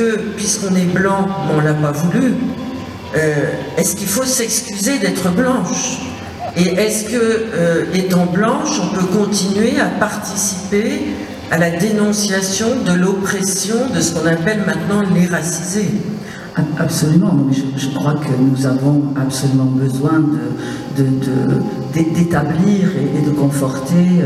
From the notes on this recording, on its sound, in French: Suite de l'enregistrement réalisé à la Maison de Jean Vilar au Festivale de Avignon 2022.